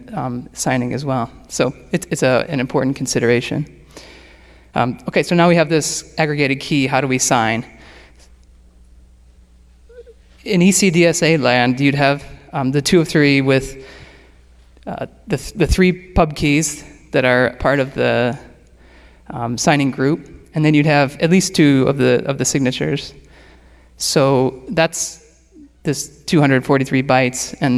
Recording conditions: live audience